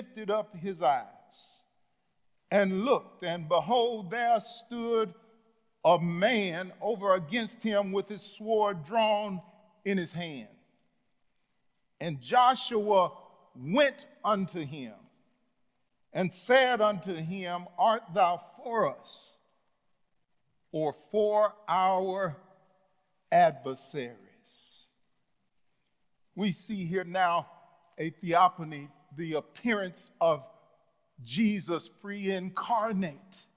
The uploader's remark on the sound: Sunday message from The Fellowship in Nashville, recorded live on August 1, 2021.